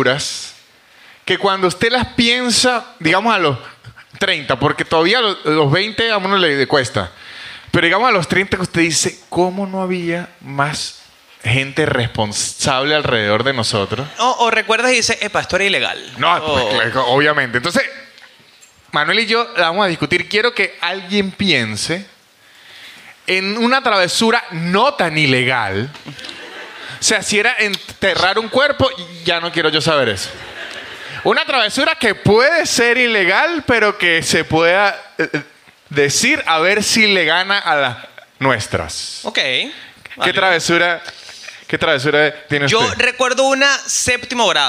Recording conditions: live audience